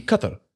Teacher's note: Because I used to say Qatar, like lots of other people do, but it's very clear that the emphasis is on the first A and not the second A